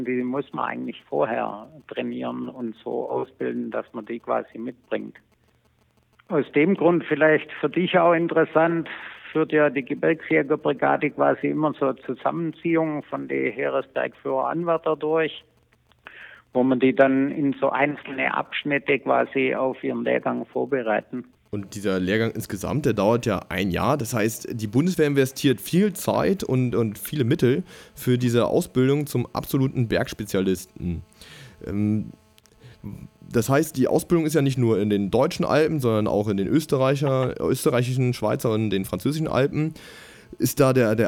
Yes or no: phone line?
yes